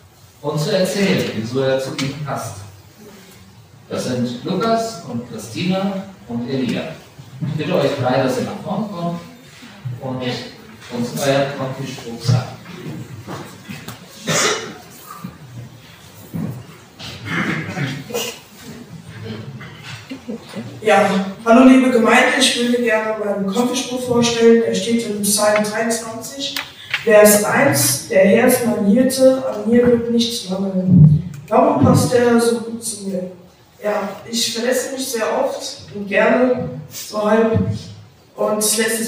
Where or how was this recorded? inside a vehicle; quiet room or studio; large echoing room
large echoing room